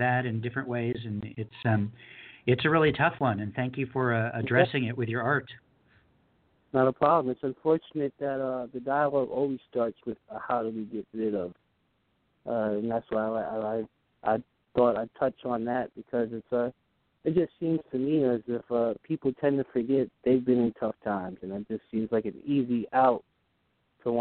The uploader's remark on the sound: Thanks to poets from Springfield, MO, Grenwhich, CT, Pittsburgh, PA, Los Olivos, CA, Redondo Beach, CA, and Birmingham, AL for calling in and sharing their poetry on this edition of Poetry Super Highway Live.